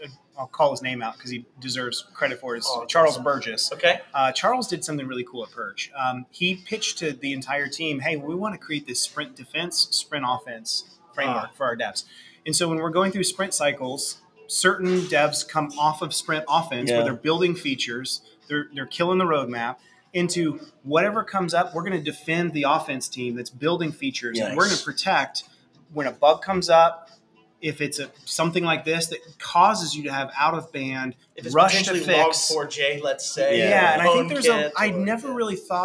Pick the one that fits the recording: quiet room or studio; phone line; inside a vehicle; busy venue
busy venue